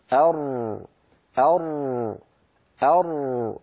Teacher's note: هي تخرج من طرف اللسان، ولكن اللسان عند نطقها يتقعر، والذي يصطدم بغار الحنك هو ما لون باللون الأخضر الفاتح كما ترون. · Term: الراء